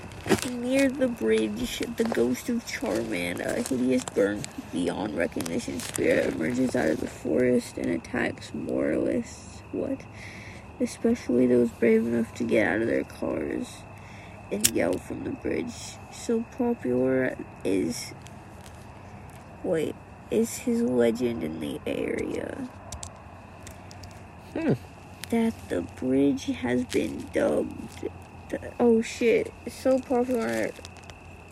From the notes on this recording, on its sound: Our first episode recorded on the homie's roof & on a phone.